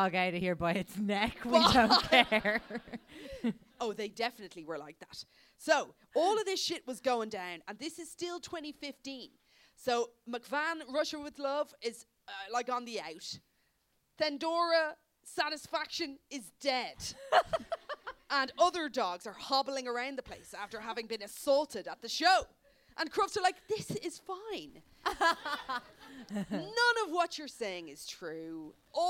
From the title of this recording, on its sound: LIVE AT THE LIGHTHOUSE